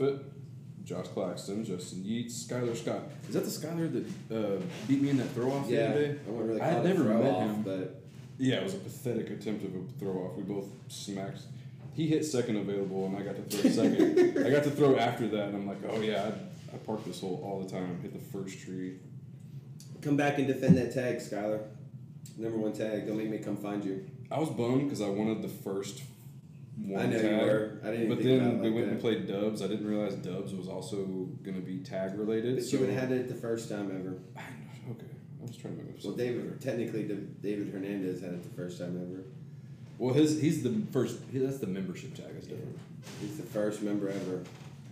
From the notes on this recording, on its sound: We are still working on our sound, this has been one big learning ball of amazing fun.